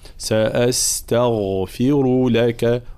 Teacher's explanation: لابد من ترقيق التاء وتفخيم الغين مع عطاء الغين حقها من الرخاوة والجهر